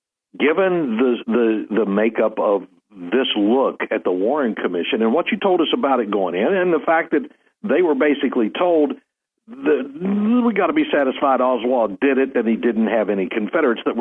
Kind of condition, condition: link, phone line